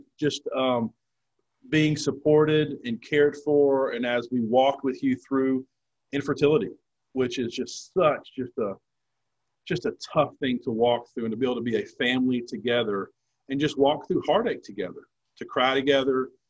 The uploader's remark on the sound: In this session on Zoom